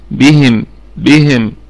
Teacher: والميم في الدرجة الرابعة من درجات الغنة، وهي مظهرة، وهي مظهرة، يعني من أحكام الميم الساكنة حكمها الإظهار.